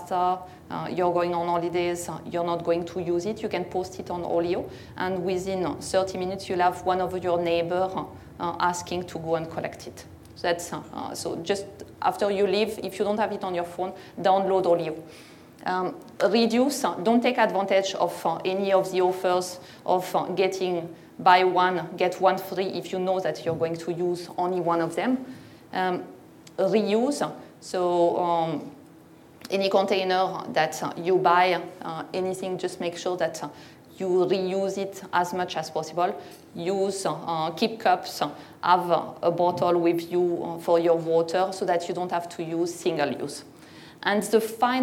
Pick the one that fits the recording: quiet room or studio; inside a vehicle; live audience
live audience